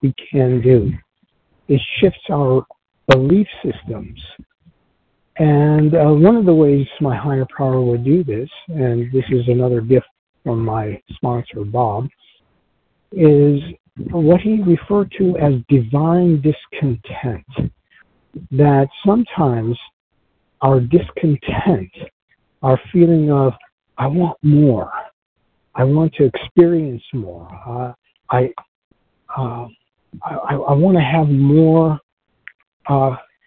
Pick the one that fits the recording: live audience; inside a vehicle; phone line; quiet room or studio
phone line